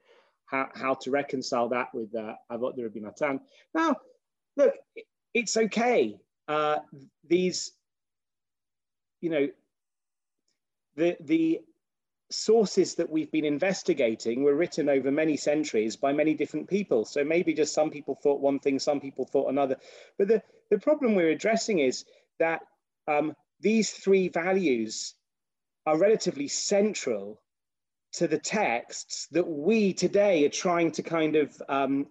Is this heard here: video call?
yes